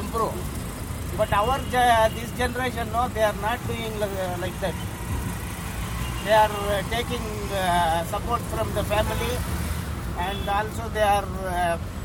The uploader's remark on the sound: Conversation i had with interesting autowala while riding from Indra Ngr to Kormangla, Bangalore.